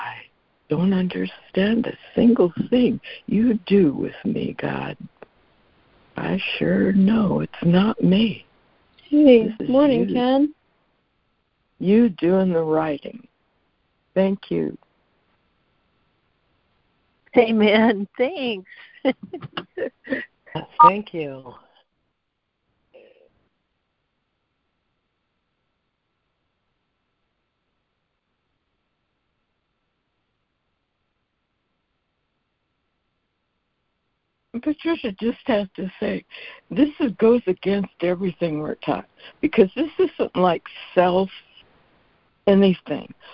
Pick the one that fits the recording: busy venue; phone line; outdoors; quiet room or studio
phone line